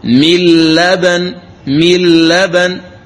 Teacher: إذا أدغمنا النون الساكنة في اللام فتصير لاما مشددة، إذن تقول مل لبن مل لبن، لا وجود للنون. · Term: الإدغام الكامل